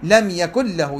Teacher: ففي لم يكن له، هاي يكون نون ساكنة واللامش بيها أحد أحرف يرملون، شكول لم يكن له، بعد النون ما تلفظ يشدد، تدغم النون باللام، لم يكن له، يدغم النون في اللام، هذا احتياط استحبابي مو واجب. · Term: الإدغام